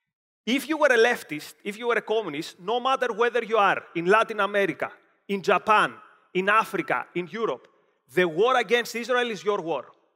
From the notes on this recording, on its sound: Delivered at OCON 2023 in Miami, Florida.